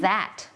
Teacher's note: มันมีความสั่นนิดนึงแล้วก็มีลมออกมานิดนึง · Term: voiced